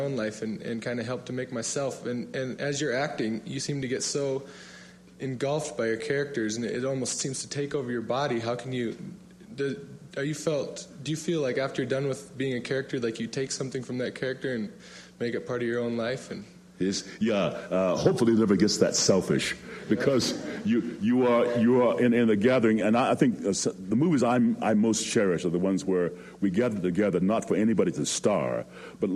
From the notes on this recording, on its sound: recorded at the Academy of Achievement's 1996 Summit in Sun Valley, Idaho